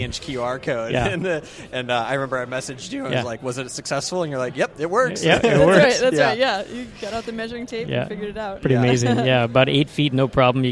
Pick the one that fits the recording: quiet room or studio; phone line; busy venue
busy venue